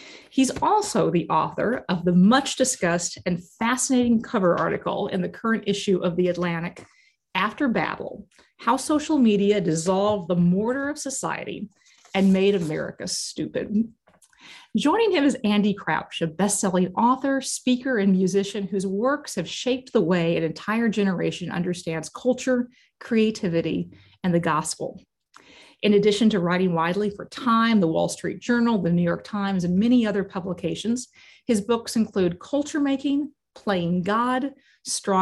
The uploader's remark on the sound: This podcast is an edited version of an online conversation recorded in 2022.